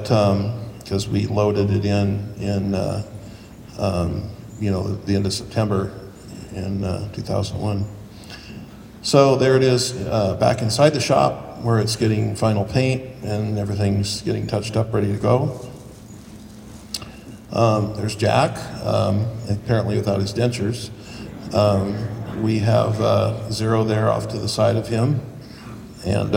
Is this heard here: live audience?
yes